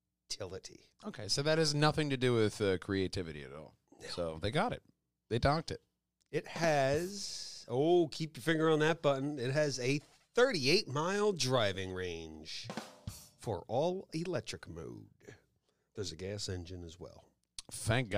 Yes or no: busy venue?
no